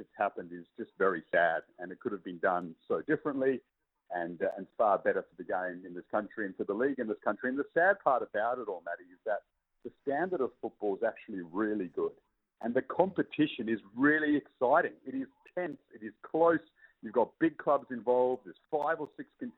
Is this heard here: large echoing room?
no